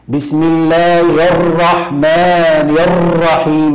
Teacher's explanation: هذا زيادة في التكرير يعني ولدت أكثر من راء